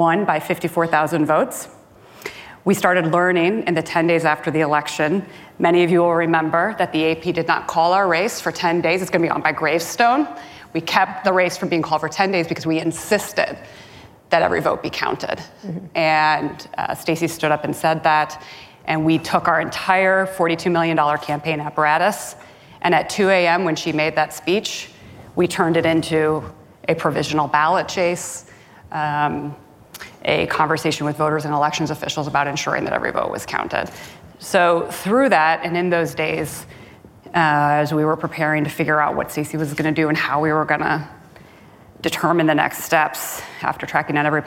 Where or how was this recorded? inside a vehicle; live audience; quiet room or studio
live audience